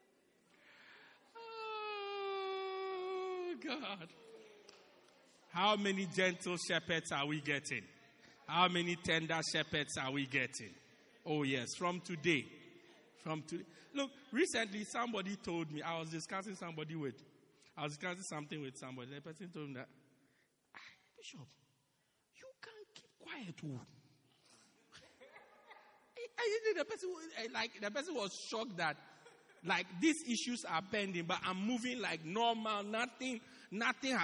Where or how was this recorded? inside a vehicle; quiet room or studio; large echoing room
large echoing room